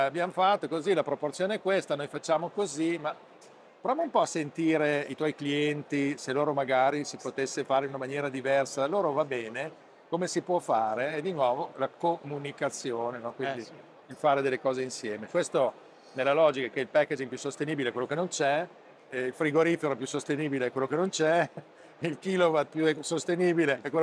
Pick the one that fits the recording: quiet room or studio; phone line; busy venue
busy venue